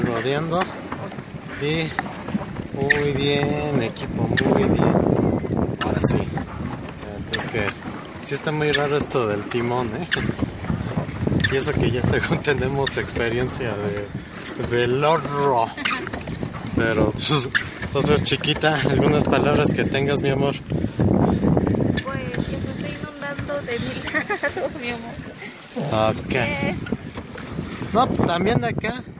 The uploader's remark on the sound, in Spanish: Viaje en lancha en el Parque Bicentenario de Metepec. Material audiovisual de un recorrido por el pequeño embarcadero ubicado en el Parque Bicentenario del Pueblo Mágico de Metepec, en el Estado de México.